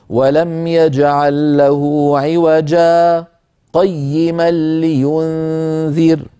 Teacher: سكتة يسيرة دون زمن التنفس · Term: سكتة لطيفة